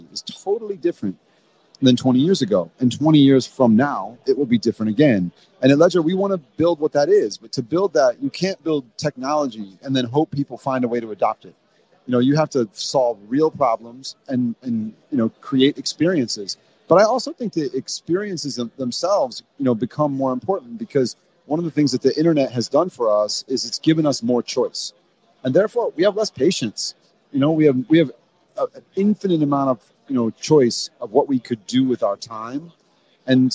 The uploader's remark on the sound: live from the Ledger open